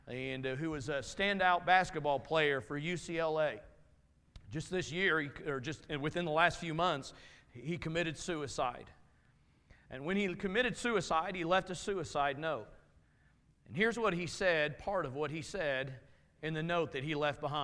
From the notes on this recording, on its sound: Message from Sunday evening service